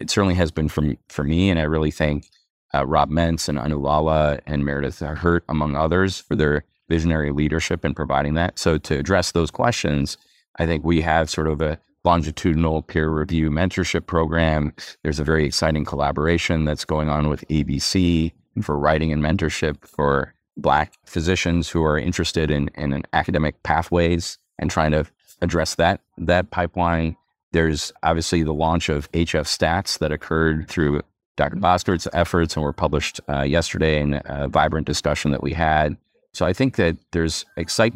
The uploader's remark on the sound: On this episode, we bring you interviews recorded live at the HFSA Annual Scientific Meeting in early October 2023.